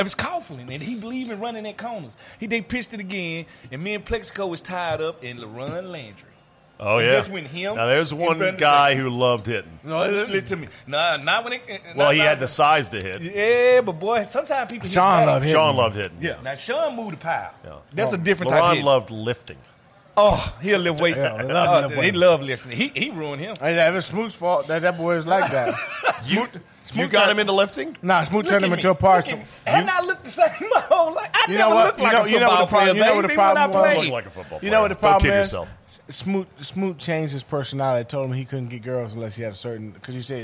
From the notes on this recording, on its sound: Plausibly Live From DC Prime Steakhouse in Ashburn, VA.